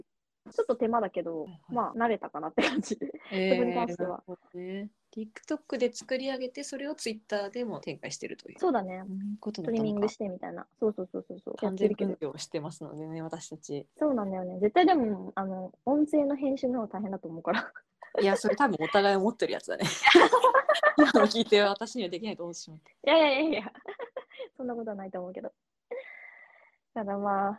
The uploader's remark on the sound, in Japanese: リモート収録